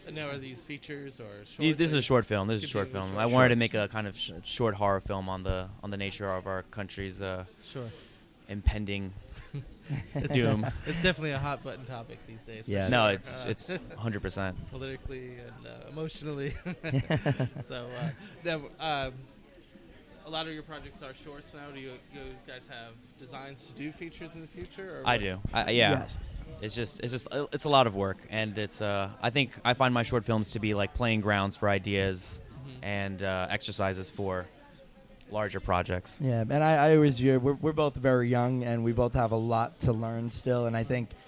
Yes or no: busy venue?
yes